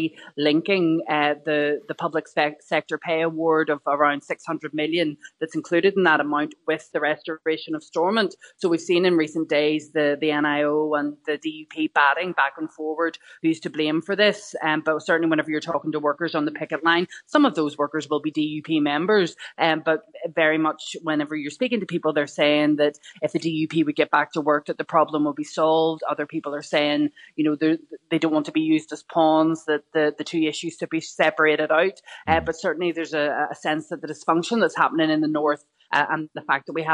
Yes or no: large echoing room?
no